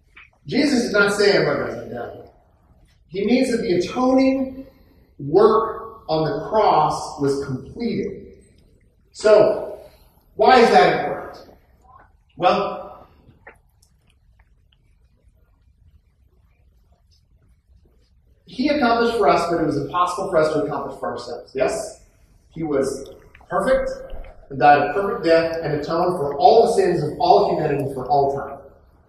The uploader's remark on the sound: poor audio quality